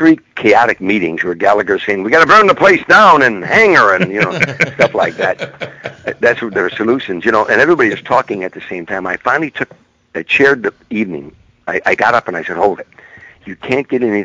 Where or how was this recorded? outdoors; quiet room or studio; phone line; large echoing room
phone line